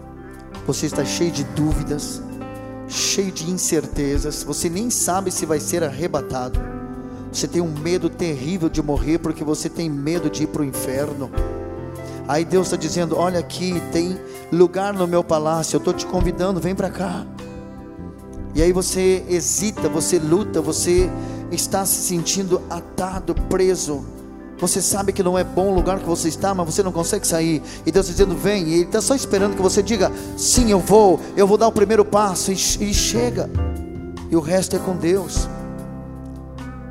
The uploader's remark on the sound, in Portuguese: Esta mensagem foi gravada ao vivo no dia 10 de Agosto de 2014 num domingo a noite.